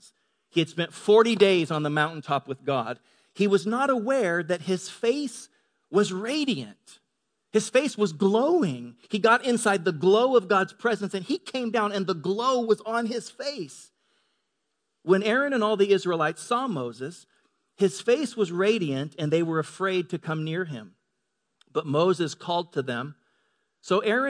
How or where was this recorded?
large echoing room